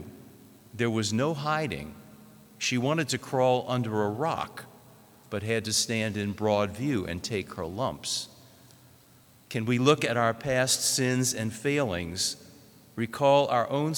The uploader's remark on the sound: This homily was preached in the Notre Dame Seminary chapel